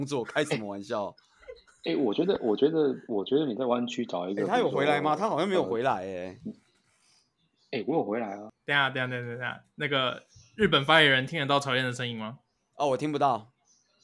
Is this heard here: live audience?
no